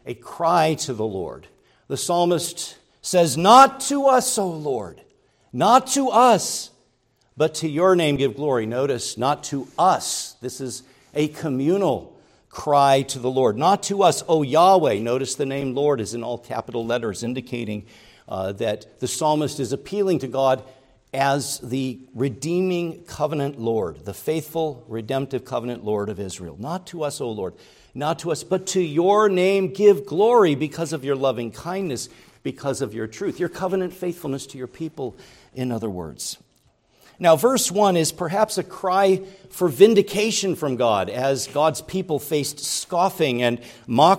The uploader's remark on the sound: preached at Grace Orthodox Presbyterian Church in Sewickley, PA, during the evening Worship Service on Sunday, July 2, 2023.